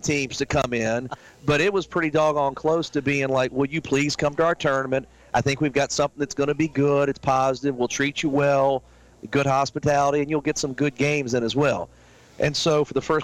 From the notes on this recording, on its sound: Heard live from Sports Page Grille in Ashland each Monday night from 6 to 7pm on 102.9 The Mater (102.9 FM/1430 AM).